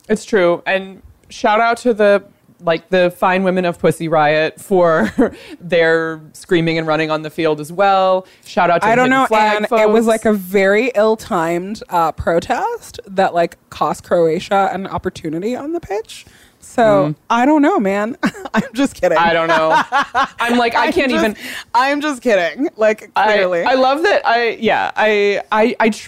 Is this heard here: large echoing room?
no